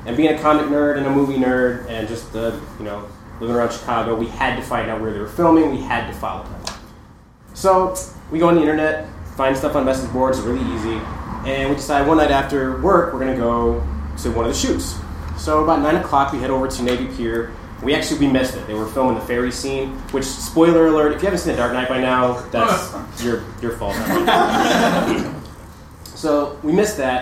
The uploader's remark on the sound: At the end of last month we hosted our first ever live remote show at Challengers Comics, 1845 N. Western Ave in Chicago. We had to cut a few things due to some shaky audio (though mostly this episode's up to our regular quality).